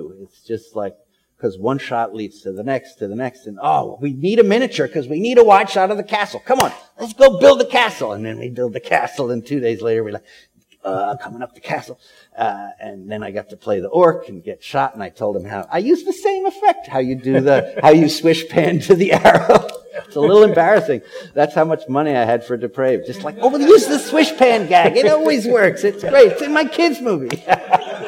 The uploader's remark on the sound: LIVE From The 2019 Overlook Film Festival. Recorded LIVE from The Overlook Film Festival.